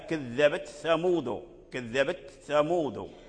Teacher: اتفق ورش وقالون على إظهار التاء عند الثاء